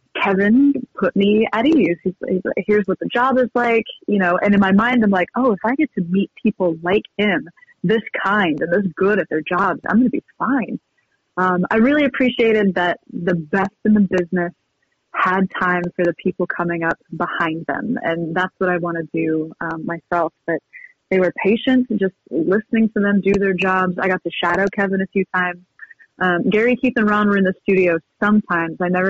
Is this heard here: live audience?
no